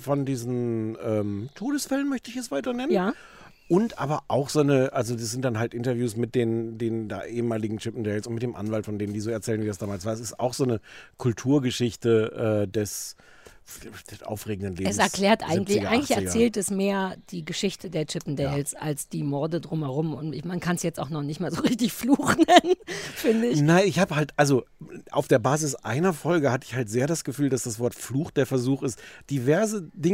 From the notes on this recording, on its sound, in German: mit einer Open-Air-Folge